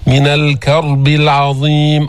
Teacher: الراء مستعلية مفخمة لأنها سكنت وقبلها مفتوح